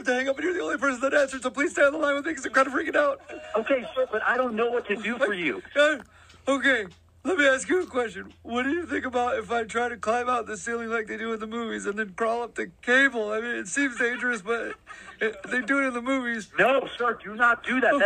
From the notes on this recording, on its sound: phone tap episode